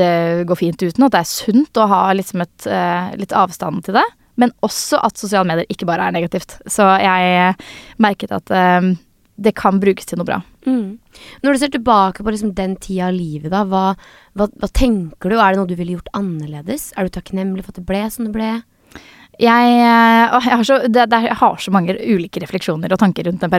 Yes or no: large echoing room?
no